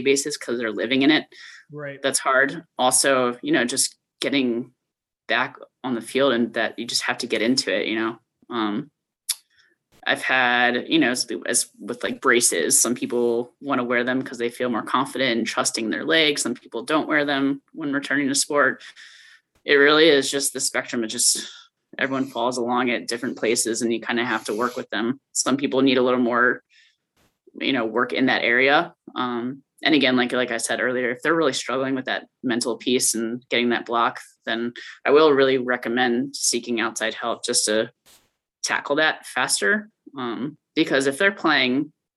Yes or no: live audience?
no